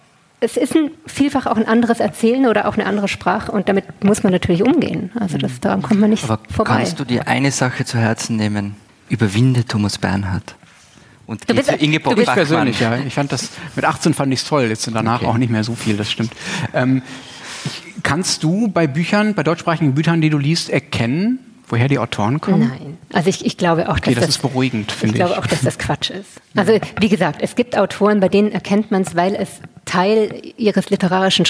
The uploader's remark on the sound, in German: Livefolge. Beim Tag der ZEIT haben wir erstmals vor Publikum aufgenommen und hatten gleich noch einen Gast dabei.